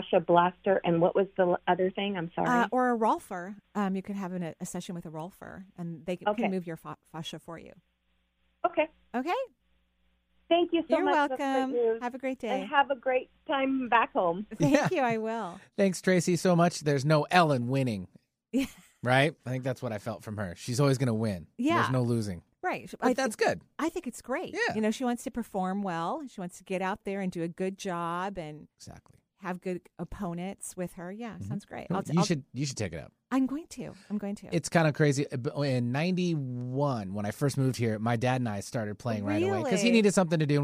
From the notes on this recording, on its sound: we're doing a live call-in show today!